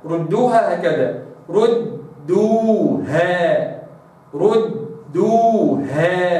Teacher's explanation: طيب تأتي الدال مشددة بضم، وربما يكون قبلها الضم أيضا، فلابد أني أضم قبلها، والدال المشددة دال ساكنة أرجع وضع السكون فآتي بها بدون قلقلة، ثم أخرج بدال مضمومة